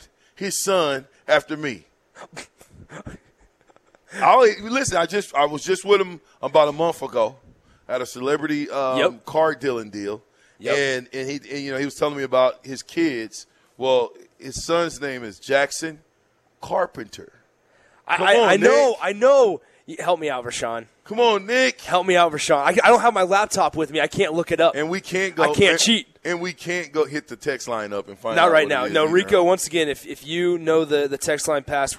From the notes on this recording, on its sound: Live from Wingstop